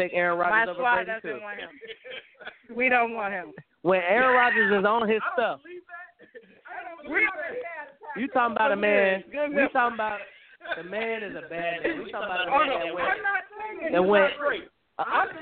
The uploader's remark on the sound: Live from Bears vs Packers Viewing Event